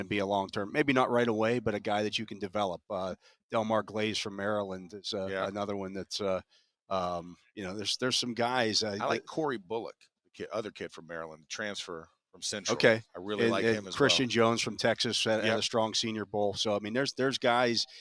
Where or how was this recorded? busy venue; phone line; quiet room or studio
busy venue